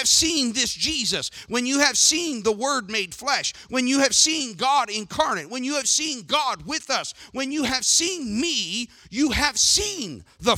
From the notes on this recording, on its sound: Sermon audio from the June 30th, 2019 worship service.